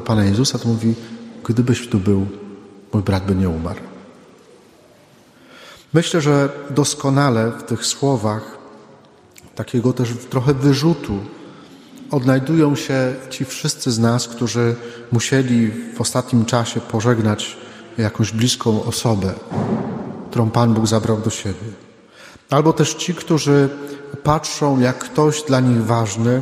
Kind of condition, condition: setting, large echoing room